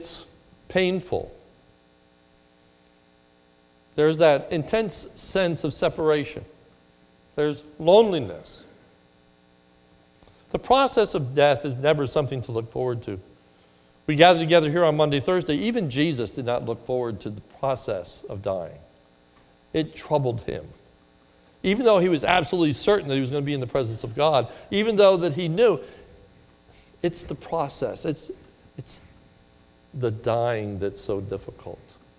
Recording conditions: large echoing room